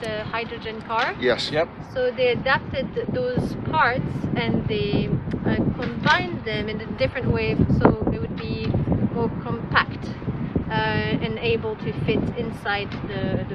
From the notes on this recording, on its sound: our podcast recorded in a makeshift sit-in area on the pier and among storage containers